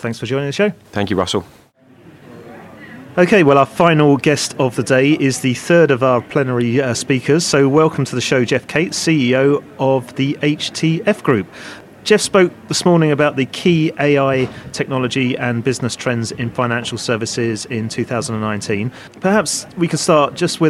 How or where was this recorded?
busy venue